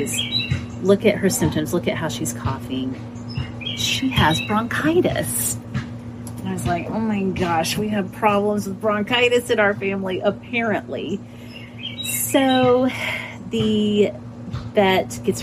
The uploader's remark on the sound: Background noise conquers the day’s effort.